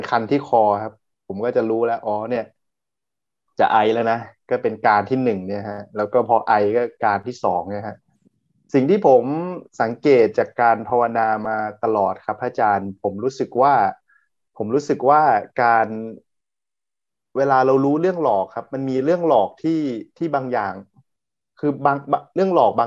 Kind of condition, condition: link, video call